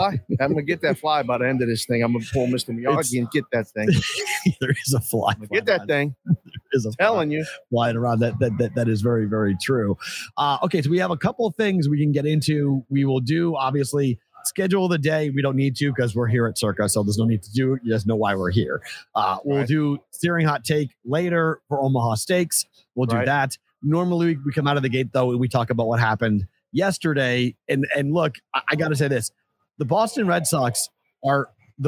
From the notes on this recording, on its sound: LIVE from Circa Sports in Downtown Las Vegas!